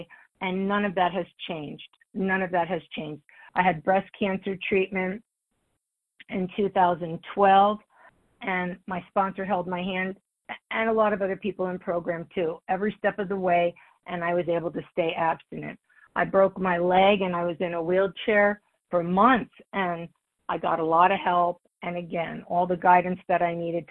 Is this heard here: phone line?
yes